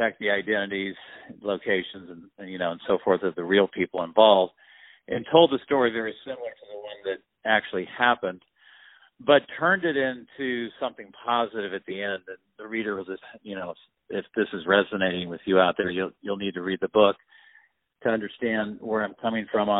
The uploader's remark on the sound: On the phone. The Culture News.